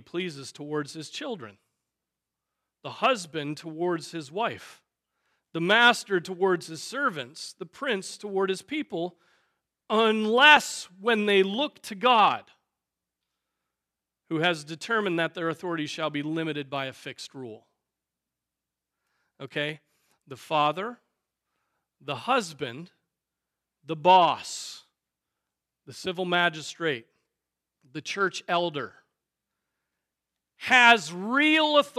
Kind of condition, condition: setting, large echoing room